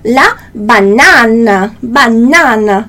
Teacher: o A sempre vai ser super aberto